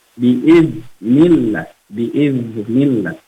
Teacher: zal ini bukan huruf qalqalah. Jadi cara bacanya dimatikan saja, matikan dengan mengalir